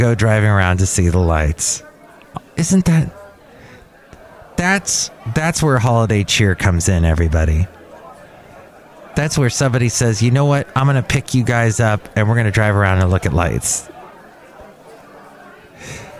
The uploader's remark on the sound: podcasts live from Cafe Anyway